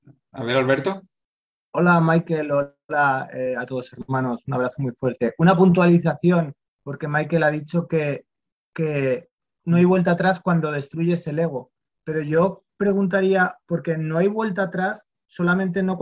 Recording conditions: video call